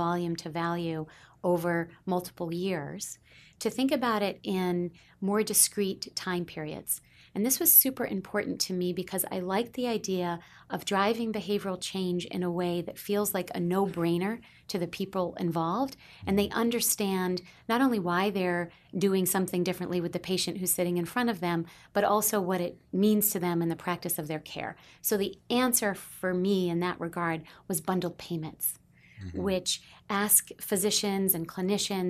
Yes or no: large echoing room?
no